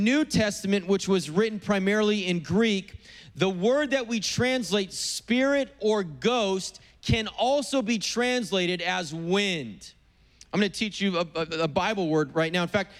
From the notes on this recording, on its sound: preached on April 18th at the 11:30AM service